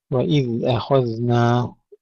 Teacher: أخذنا نرقق الهمزة ونفخم الخاء ونرقق الذال مع تسكينها مع الرخاء وبدون قلقلة